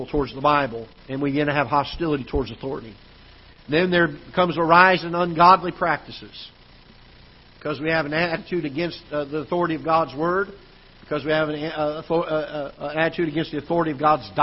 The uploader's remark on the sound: Ketha Heights Baptist Church ~ Live Broadcast